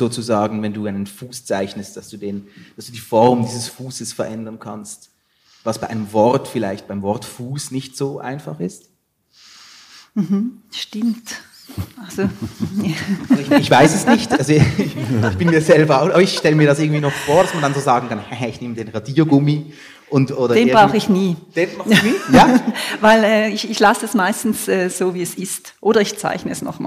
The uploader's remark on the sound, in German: Live aufgenommen an der literaare in Thun.